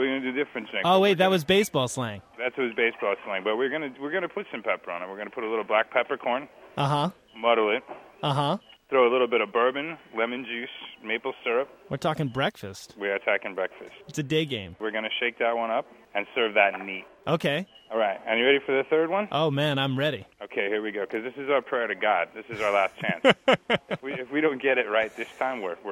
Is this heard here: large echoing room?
no